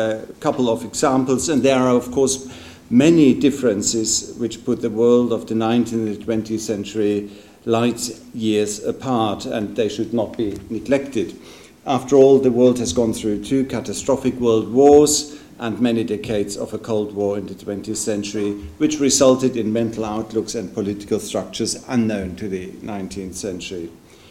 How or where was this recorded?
large echoing room